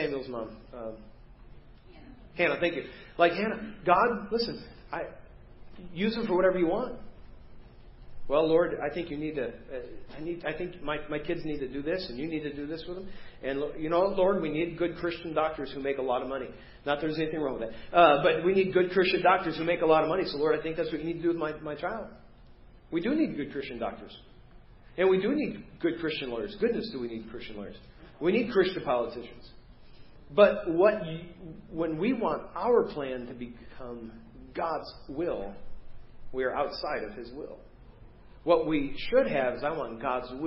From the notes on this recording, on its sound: Preached at First Baptist Church of Hazel Park